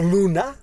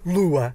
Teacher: A característica mais importante desse latim é a queda entre vogais do L e do N. · Shown in: second take · Term: queda do L e do N